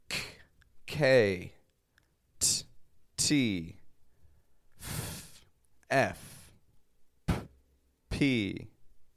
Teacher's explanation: When you make the sound for those letters, there's no actual voice. It's just air coming out · Term: unvoiced